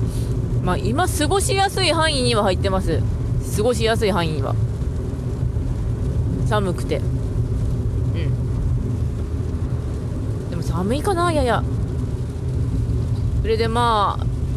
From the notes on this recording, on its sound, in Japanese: 車の中の土曜日。From Radiotalk。